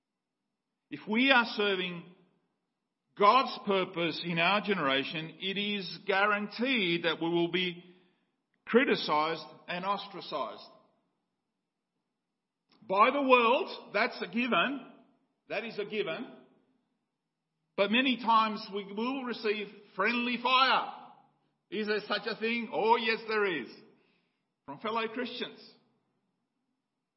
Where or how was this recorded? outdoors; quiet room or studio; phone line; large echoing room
large echoing room